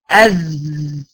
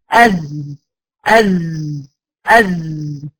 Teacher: لان الزين من حروف الجهر، هتلاقي الاوتار الصوتيه فيها مغلقه تماما، مش تماما تماما يعني مغلقه. خلاص الاوتار الصوتيه حاله الجهر بحرف الزاي مغلقه لان هي من حروف الجهر